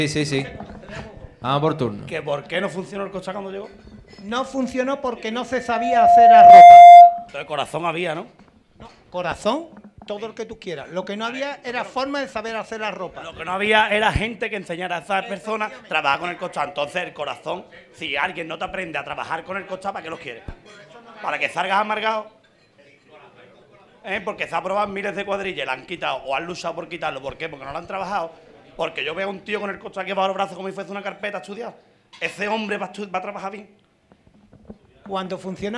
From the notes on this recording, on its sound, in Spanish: Semana Santa 2023 en Chiclana realizado en directo desde laTasca el 22.